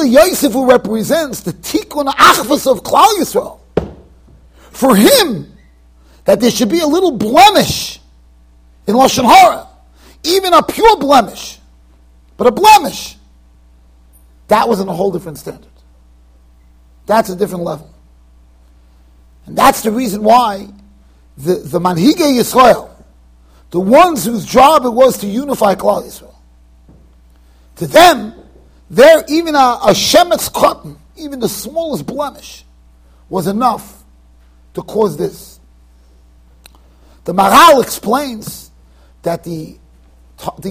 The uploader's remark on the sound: Shiur recorded in Yeshivas Ohr Reuven, Monsey NY.